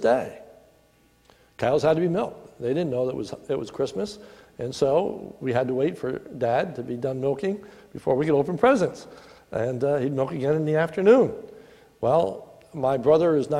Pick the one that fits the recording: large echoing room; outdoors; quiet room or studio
large echoing room